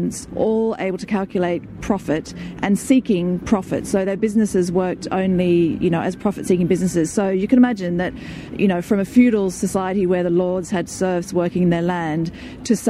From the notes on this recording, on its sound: at the Sydney Writers’ Festival